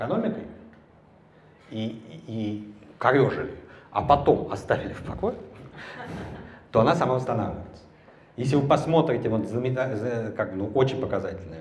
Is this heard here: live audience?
yes